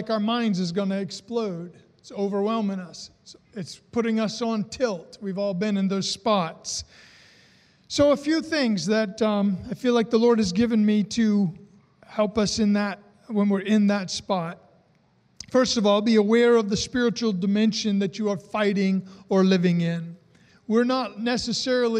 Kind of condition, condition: setting, large echoing room